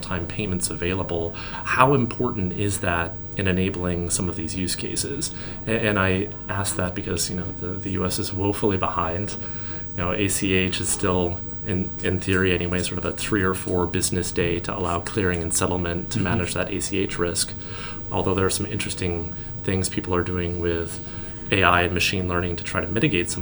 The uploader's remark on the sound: Live at Money2020